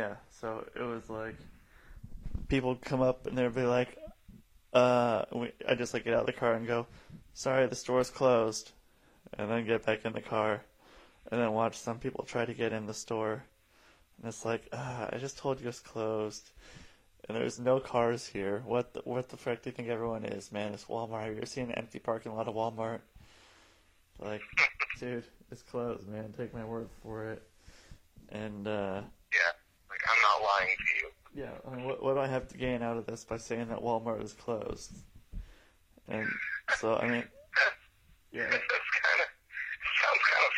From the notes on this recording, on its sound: This is a call in from Spokane Washington